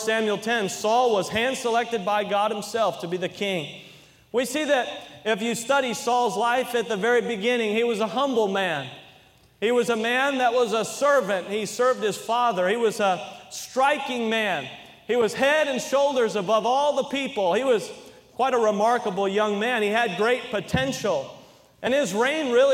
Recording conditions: large echoing room